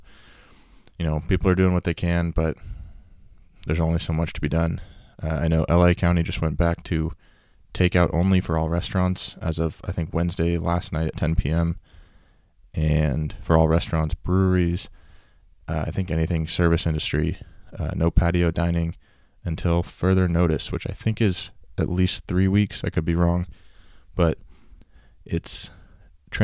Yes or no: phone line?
no